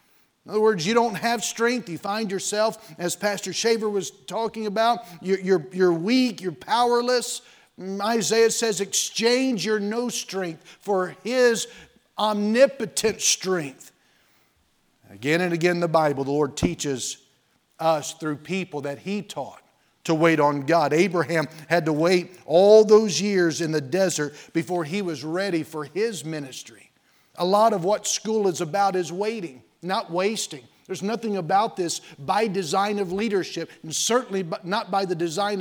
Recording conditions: large echoing room